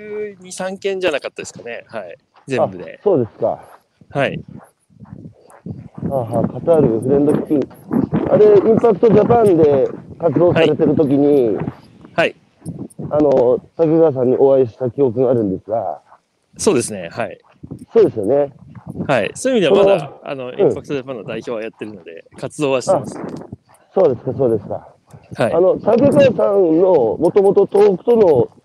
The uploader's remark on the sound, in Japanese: 歩きながら1時間、対談する